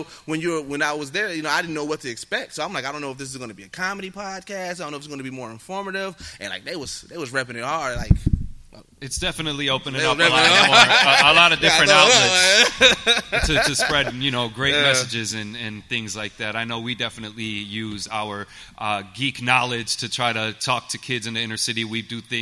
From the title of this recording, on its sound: GEEKSET LIVE AT WAKANDACON